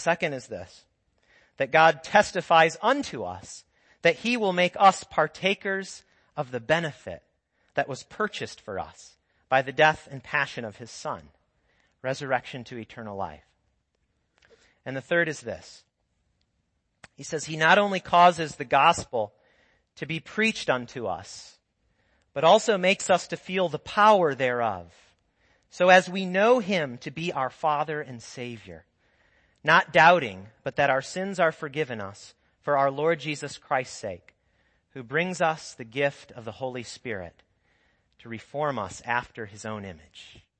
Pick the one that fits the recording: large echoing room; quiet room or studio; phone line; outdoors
large echoing room